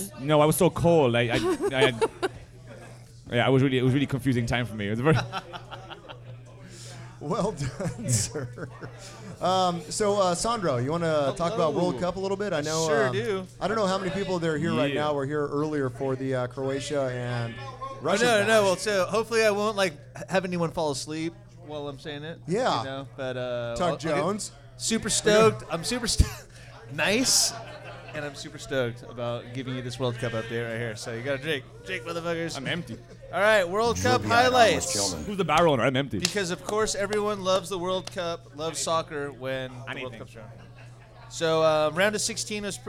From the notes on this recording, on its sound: Recorded live at The Local!